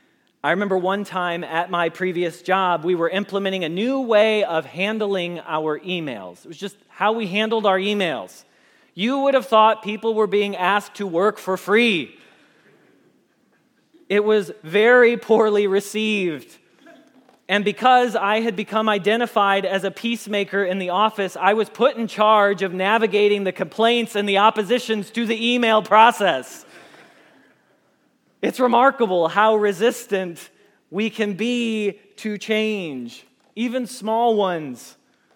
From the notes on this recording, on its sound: Message Preached at Valley Creek Church